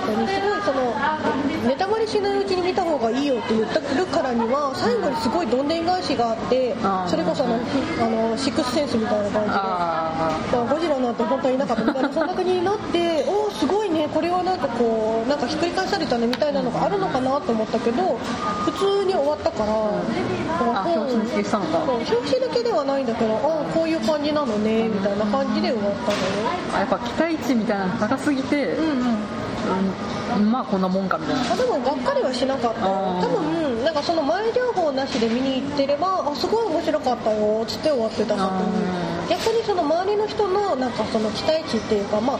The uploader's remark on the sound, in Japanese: カフェバーでの収録の為、周囲の音入りまくりです。聞きづらくて申し訳ありません。